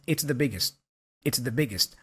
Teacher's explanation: that T for biggest kind of disappears. It's a stop consonant.